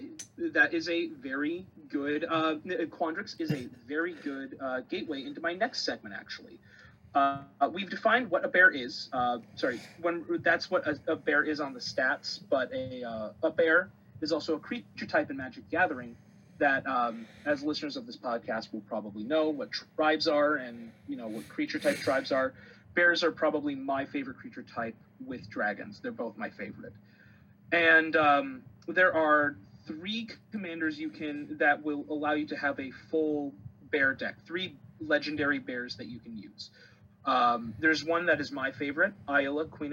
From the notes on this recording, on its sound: Also, this was recorded a slightly different way, so the audio quality may be a bit different.